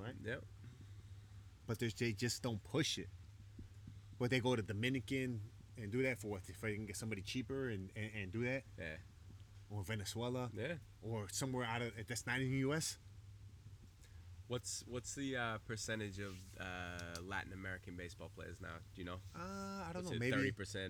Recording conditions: outdoors